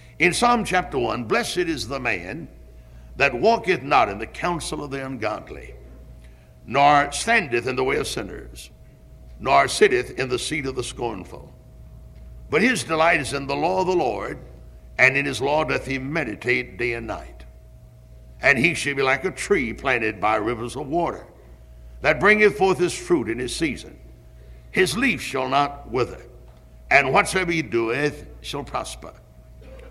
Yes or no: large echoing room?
yes